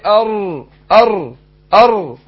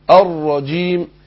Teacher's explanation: لو كررتها لك 100 مرة ورا بعض هي راء واحدة ومفخمة · Shown in: second take